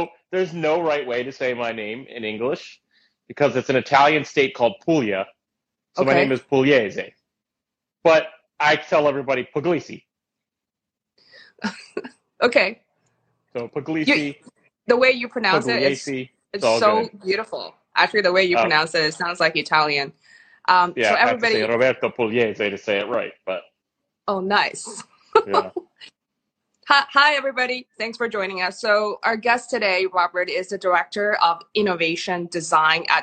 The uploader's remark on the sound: IG Live Interview